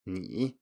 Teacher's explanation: In isolation, such as when your teacher taught you this word in the first place, they probably said ni with a dipping tone